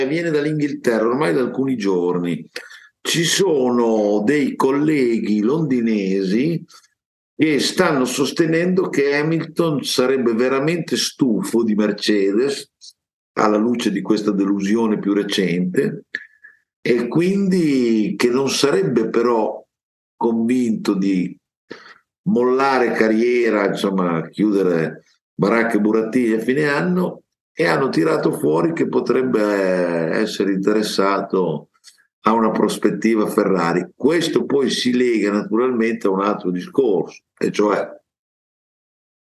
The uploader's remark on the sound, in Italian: scusate per qualche problemino audio ma Zoom ha deciso di sabotarci